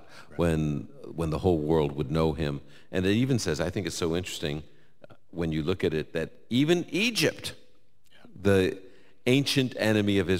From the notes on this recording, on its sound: Live from Indianapolis. He’ll take questions from our live audience.